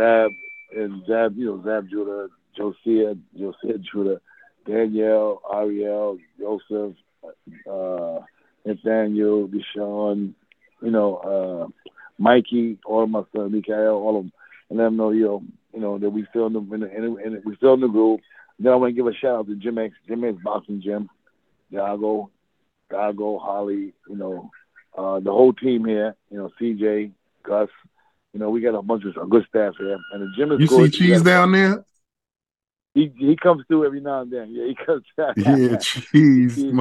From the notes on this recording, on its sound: The phone interview was live